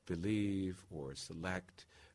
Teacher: A little bit of I-ishness in those unstressed syllables.